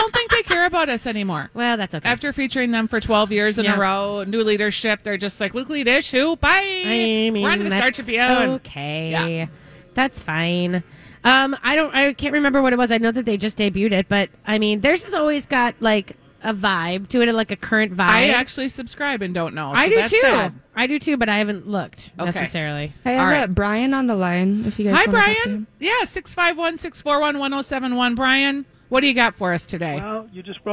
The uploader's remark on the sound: Live from Surdyk’s!